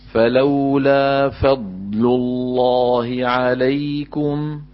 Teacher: انتقل من اللام المرققة للام المفخمة